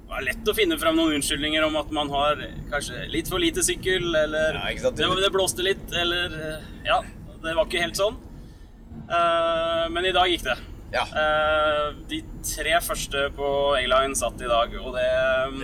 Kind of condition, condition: setting, inside a vehicle